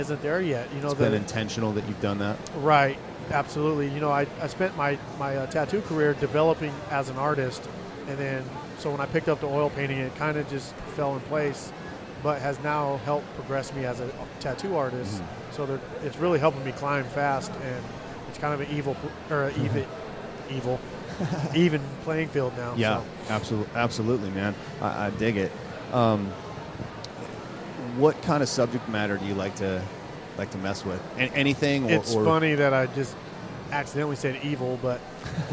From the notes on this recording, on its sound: Sullen Radio - MUSINK 2015. In the Sullen Clothing booth, at the 2015 Musink festival.